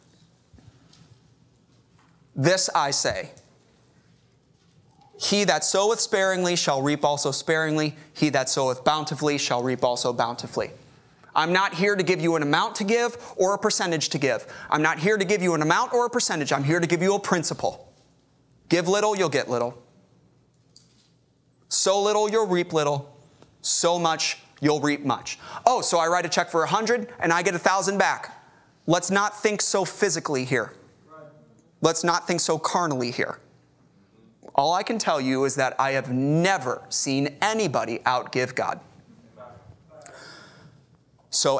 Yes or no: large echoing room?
yes